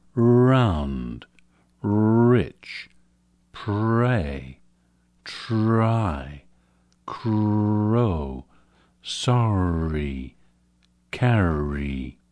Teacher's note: the English R consonant is not nearly so vigorous. It's more like a vowel. There's little or no direct contact of the tongue with the roof of the mouth.